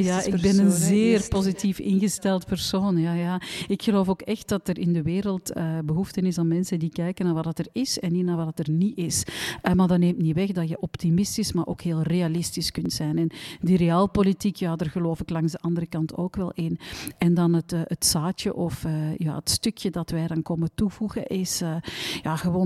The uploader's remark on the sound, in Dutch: Live vanop Binnenkoppers